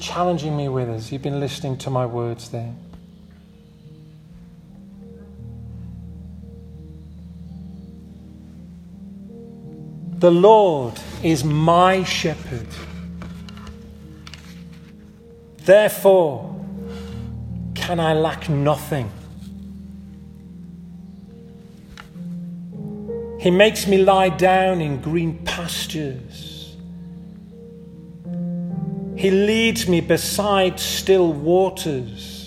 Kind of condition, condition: setting, large echoing room